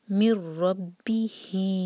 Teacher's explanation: لاسٹ والی آیت میں آیہ نمبر 37 میں فتلقا، چار حرکہ مد منفصل، آدم من ربہ، یہاں دیکھیں ایم ٹی نون کے بعد را پر شدہ ہے، ایم ٹی نون کے بعد را آ رہا ہے یرملون میں سے، لیکن یہاں پر ہم کریں گے ادغام بغیر غنہ کا، تو نون کی آواز کو بالکل نہیں لائیں گے، میم کو ڈائریکٹ را سے کنیکٹ کریں گے